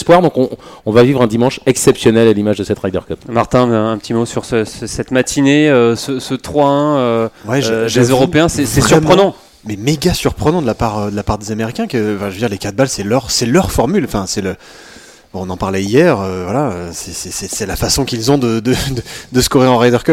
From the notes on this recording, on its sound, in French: Enregistré le samedi 29 septembre 2018 au Golf National, 78180 Saint-Quentin-en-Yvelines.